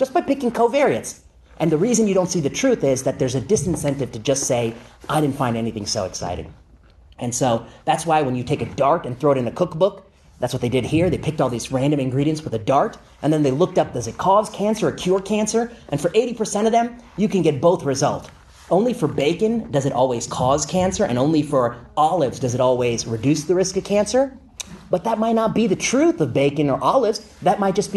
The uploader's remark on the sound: Lecture at UC Berkeley.